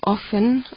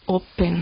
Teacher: lo que es en el alemán standard offen, en el dialecto es open, se ha quedado la P · Shown in: second take